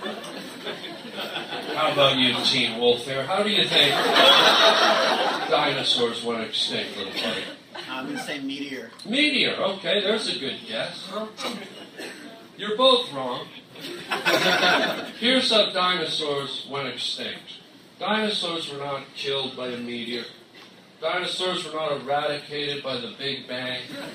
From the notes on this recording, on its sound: LIVE stand up